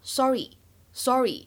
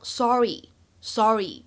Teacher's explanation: 在美式发音当中，它的这个元音呢会更加偏向于长元音的哦 · Shown in: second take · IPA: [ˈsɔːri]